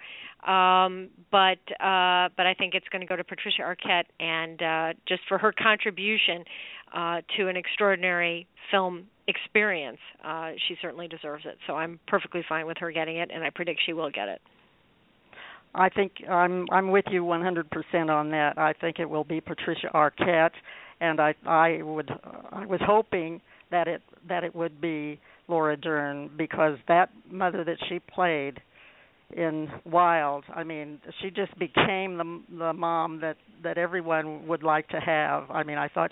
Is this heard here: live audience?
no